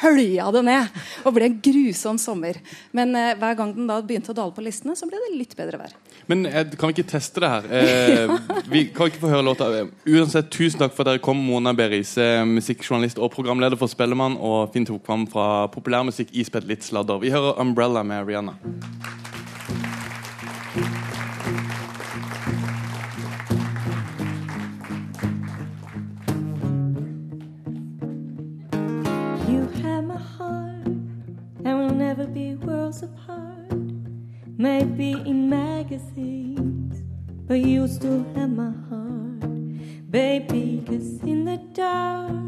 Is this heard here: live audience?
yes